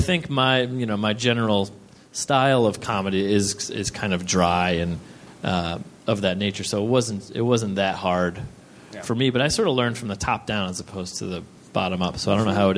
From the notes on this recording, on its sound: Recorded at 61Local in Brooklyn on October 1, 2012.